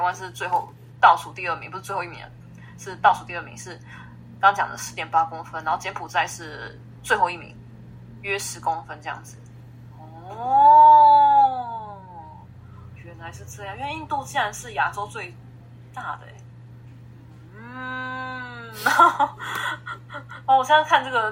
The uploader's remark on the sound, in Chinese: 但因為這次硬碟出了點問題，所以二次錄音下沒有收音的很好。如果有聽到一些雜音也請多多包涵。